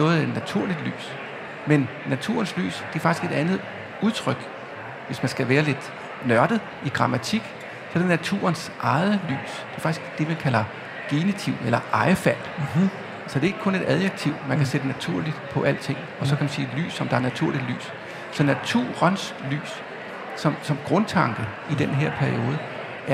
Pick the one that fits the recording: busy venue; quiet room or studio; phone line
busy venue